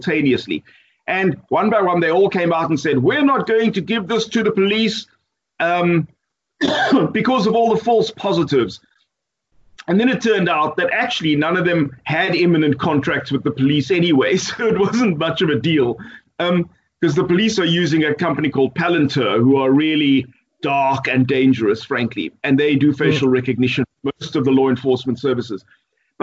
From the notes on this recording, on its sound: Recorded via Skype